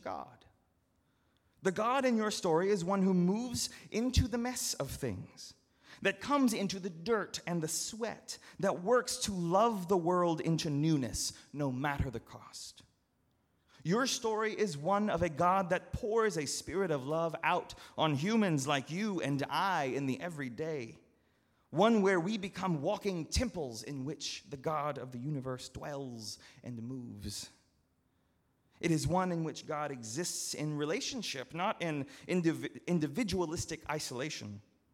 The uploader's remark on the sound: at Northminster Church on June 16, 2019